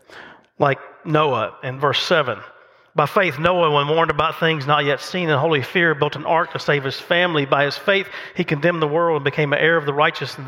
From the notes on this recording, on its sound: The message recorded live at Covenant.